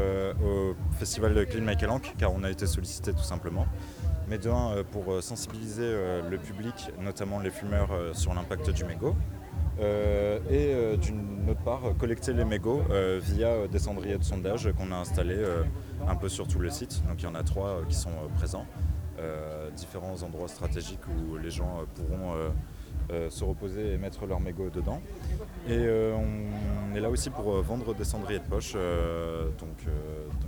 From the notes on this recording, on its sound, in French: Se sont fondues dans le décor du festival Clean My Calanques, festival qui a accueilli de nombreux invités et stands, le tout dans une ambiance zéro déchets.